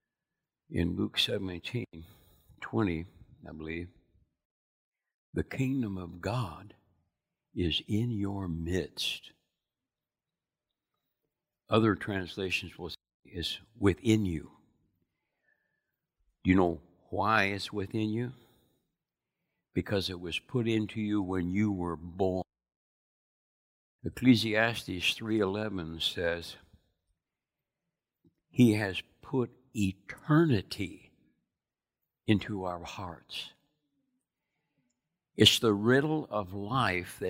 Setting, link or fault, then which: setting, large echoing room